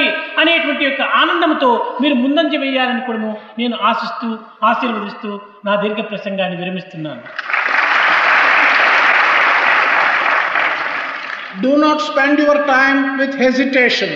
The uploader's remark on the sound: during the inauguration of the 2nd World Conference of Sri Sathya Sai Organisations